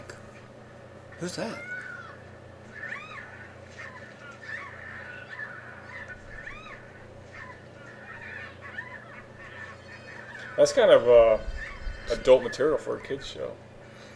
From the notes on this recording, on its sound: First we recorded a short 13 minute podcast on the porch during the Easter weekend